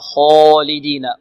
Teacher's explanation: الخاء مفخمة لأنها من حروف الاستعلاء، لأنها من حروف الاستعلاء، وحروف الاستعلاء سبعة أحرف جمعت في قول القراء خص ضغط قض.